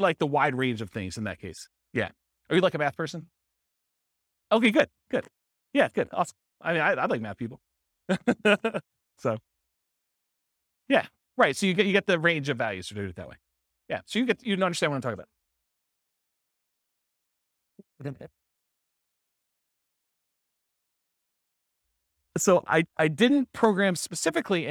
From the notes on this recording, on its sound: This was a live class recorded